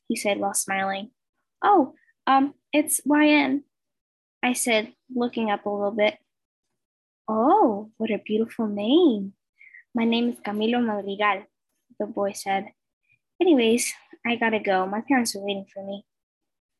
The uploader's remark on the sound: I recorded this on zoom super sorry if its loud or bad quality!